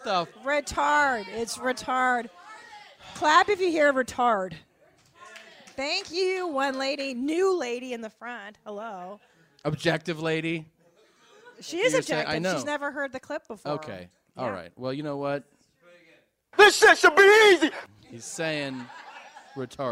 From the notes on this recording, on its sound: Live from the Ice House. This live show has amazing audio.